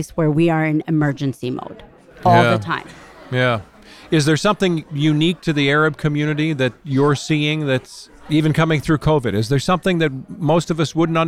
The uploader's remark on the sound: we’ll be bringing you conversations from the Mackinac Policy Conference